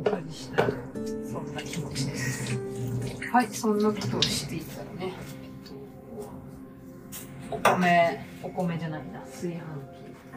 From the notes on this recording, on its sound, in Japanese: 本日は初めて料理をしながらのラジオ収録を行いました。